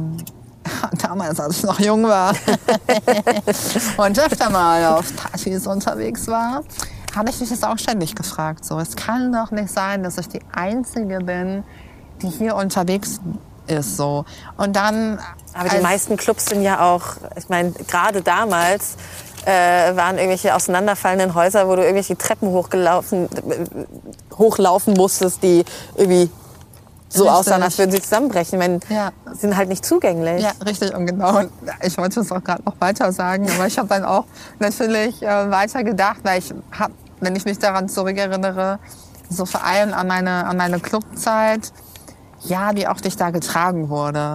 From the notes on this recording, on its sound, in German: Da wir diese Folge in der Stadtnatur aufgenommen haben